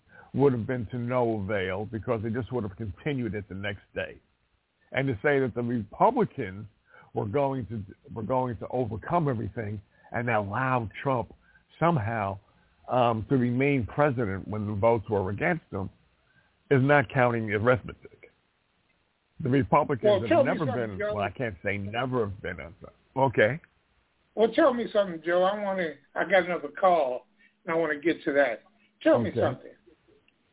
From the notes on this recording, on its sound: Live & Call-In